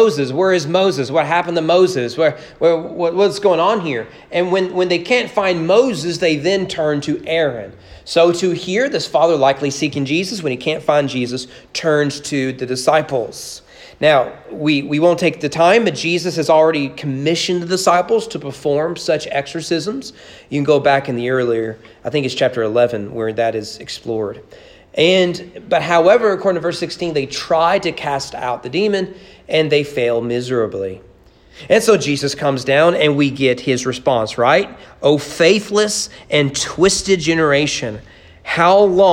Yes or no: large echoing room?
yes